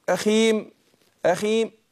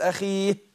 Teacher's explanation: بعض الناس ما بيستناش يجيب الحرف الأخير يروح قافل الشفتين، يبقى كأن جاب ميم · Shown in: first take · يعني ما أقولش إيه يوم يفر المرء من أخيه أخيم أخيم، يروح قافل الشفتين ما يظهرش الحرف الأخير.